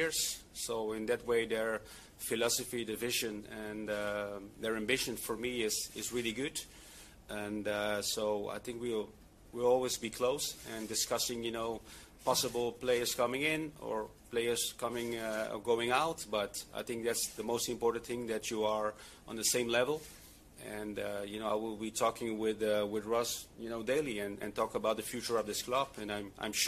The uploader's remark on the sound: Live From GVB Unveiling. Highlights from the press conference.